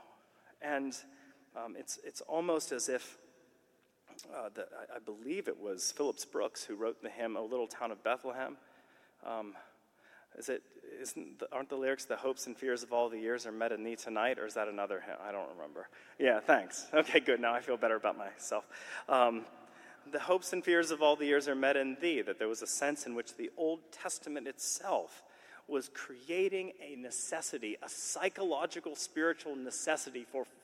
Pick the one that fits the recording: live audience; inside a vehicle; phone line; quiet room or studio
live audience